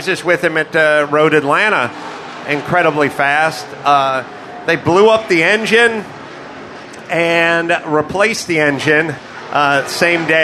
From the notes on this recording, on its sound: Live from the Nissan exhibit at the 2018 Rolex Monterey Motorsports Reunion.